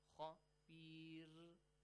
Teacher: Ra with light sound here because it has a kasra sound before.